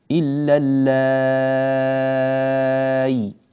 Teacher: فإذا وقف على هذه الكلمة يبدل الهمزة ياء مع المد المشبع · Term: الإبدال ياء